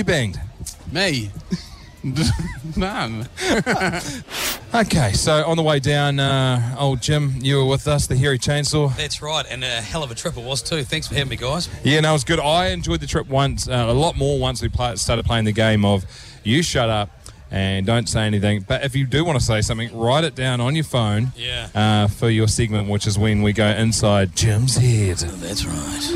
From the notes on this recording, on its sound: On the show today we are at House On Hood in the fair Waikato city of Hamilton, as the city warms up form the HSBC NZ 7s.